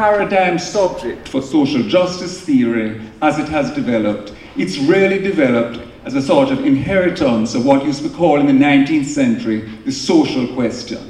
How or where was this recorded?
large echoing room